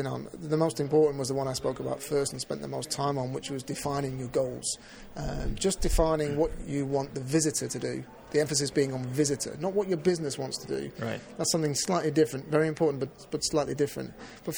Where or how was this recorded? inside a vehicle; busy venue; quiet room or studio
busy venue